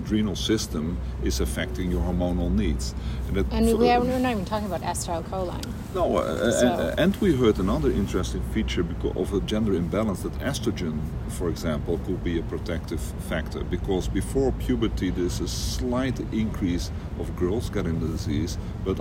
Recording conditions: busy venue